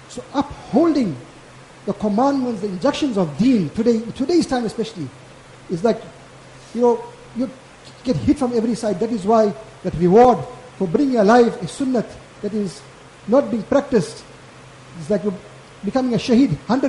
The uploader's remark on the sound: Jumuah lecture at Glenearn Road Masjid 13 January 2023